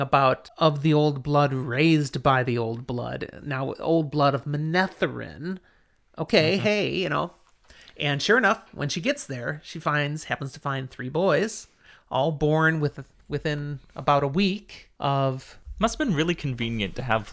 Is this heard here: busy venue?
no